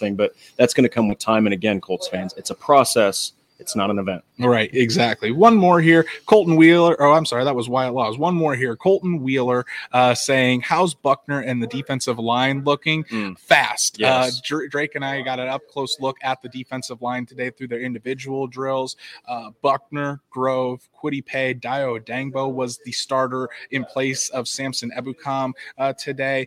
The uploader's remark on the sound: live from Indianapolis Colts training camp